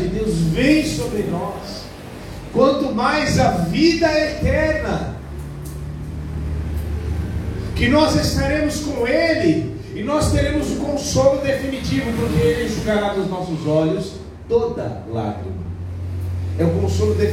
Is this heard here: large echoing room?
yes